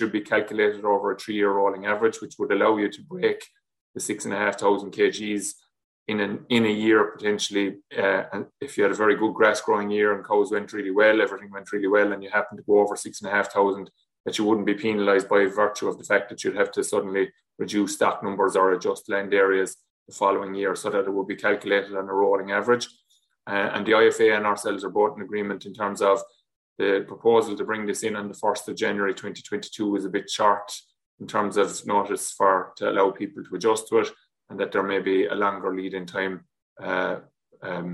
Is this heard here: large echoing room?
no